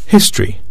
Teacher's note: the O in history is silent, i.e. it isn't pronounced. · Term: silent letters